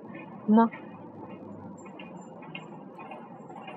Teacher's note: 气留在口腔中，完全受阻后由鼻腔发出，声带同时是震动的